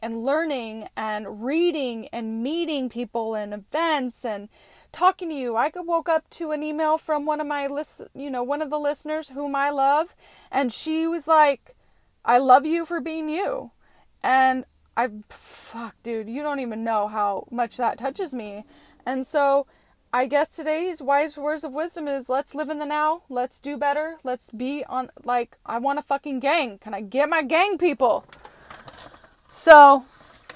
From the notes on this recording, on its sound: Random thoughts in the car, at the moment.